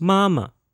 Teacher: M-A with a first tone, followed by M-A with a neutral tone